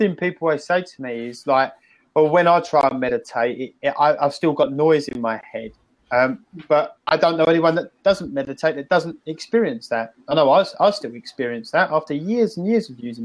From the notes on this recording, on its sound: I have downloaded the audio from that online meeting for our listeners to enjoy on The SHAIR Podcast.